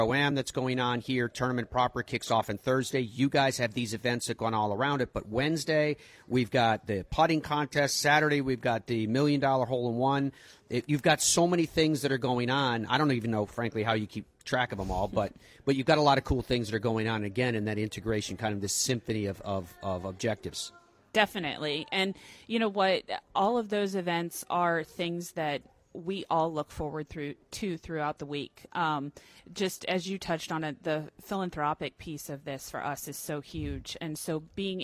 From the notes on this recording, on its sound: broadcasts live from Sea Island at the RSM Classic